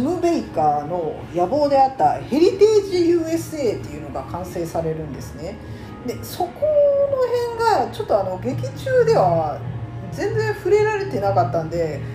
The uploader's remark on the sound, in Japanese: カラオケルームで収録してるので、バックに雑音がかなり入ってます